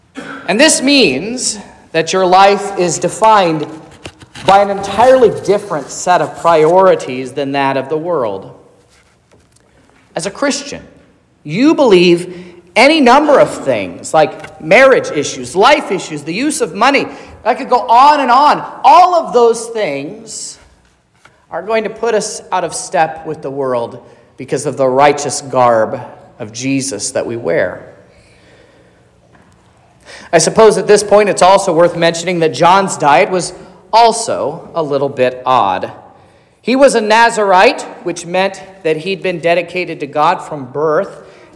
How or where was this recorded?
large echoing room